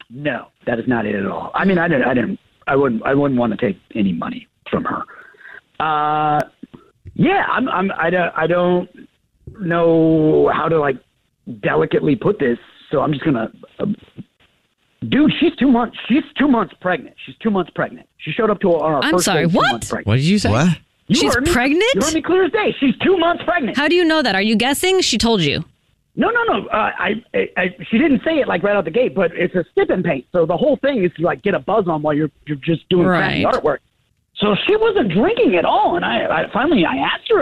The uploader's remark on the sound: We get that other person on the phone to see why they're "ghosting".